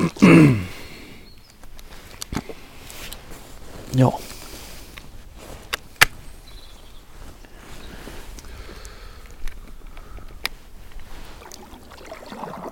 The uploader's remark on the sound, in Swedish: Tar sina Icross och beger sig ut på en bäverjakt. En podd inspelad under riktigt jakt. Det viskas och blåser.